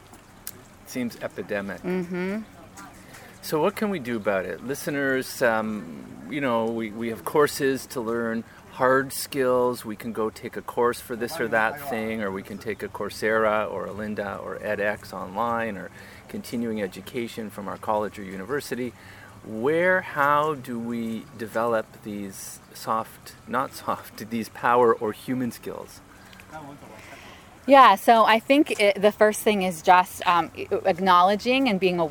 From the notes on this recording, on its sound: This interview was recorded at the Imagine Your Workplace 2019 conference.